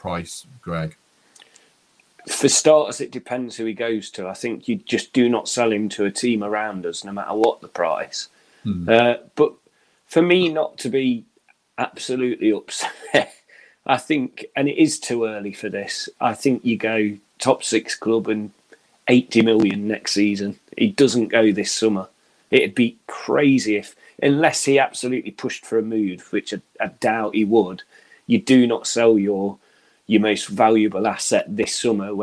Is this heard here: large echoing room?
no